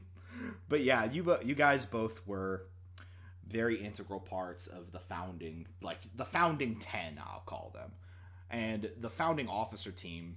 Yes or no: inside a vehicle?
no